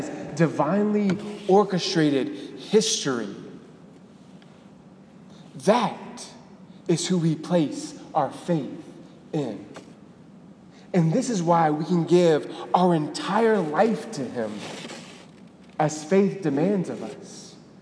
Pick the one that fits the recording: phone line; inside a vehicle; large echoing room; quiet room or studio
large echoing room